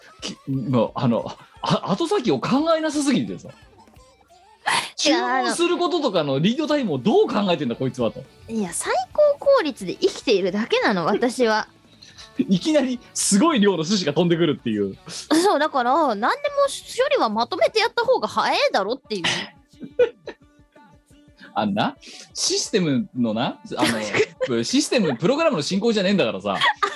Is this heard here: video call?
yes